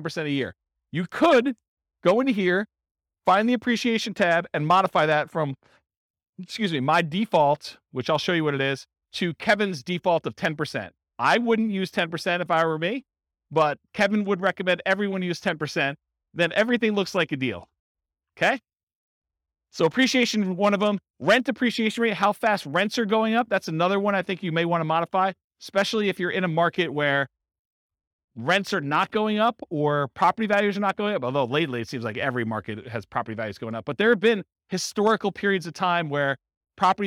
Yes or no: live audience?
yes